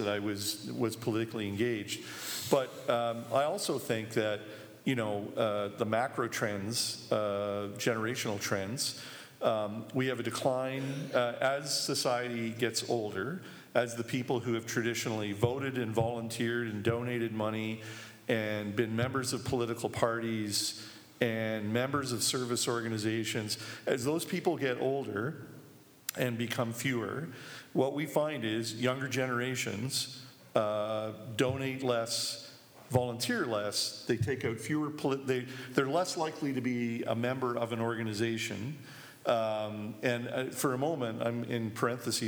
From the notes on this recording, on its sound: Live at the WAG. The Winnipeg Free Press put on a live event for subscribers at the Winnipeg Art Gallery. The group also takes audience questions.